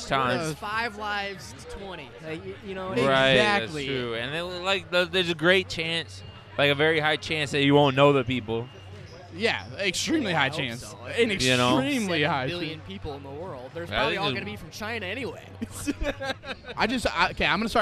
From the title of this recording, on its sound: Live from the Lush Mob 3 on 3